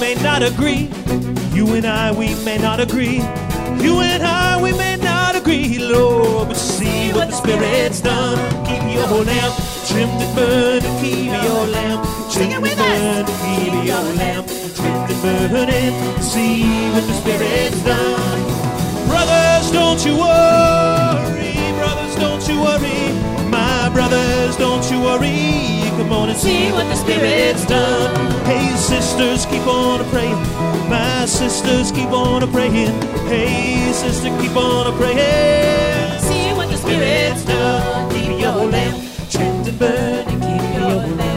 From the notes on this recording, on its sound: Live From The Greene Space. Plays a live set in The Greene Space.